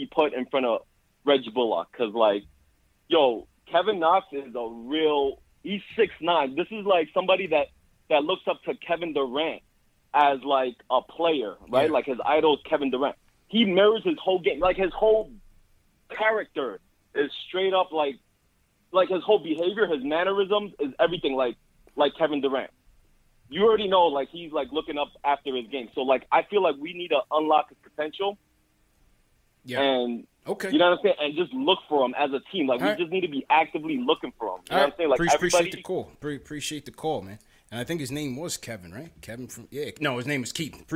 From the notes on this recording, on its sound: React to the game and take live phone calls from fans around the world.